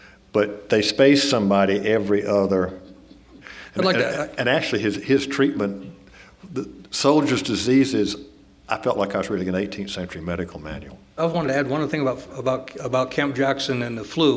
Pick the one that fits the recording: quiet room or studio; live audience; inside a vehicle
live audience